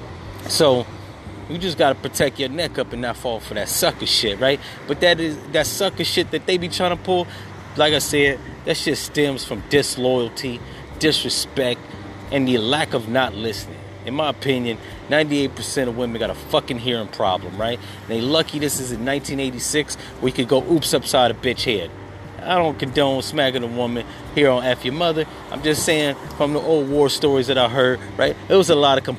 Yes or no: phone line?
no